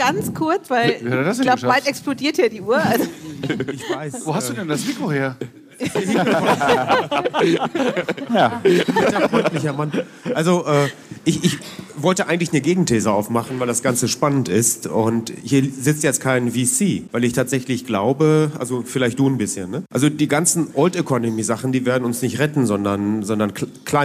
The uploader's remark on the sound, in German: Diese Episode ist ein Audio-Mitschnitt des gleichnamigen Panels aus dem Payment & Banking Event "Banking Exchange: The BEX Files", das im Juni 2022 in Frankfurt am Main stattfand.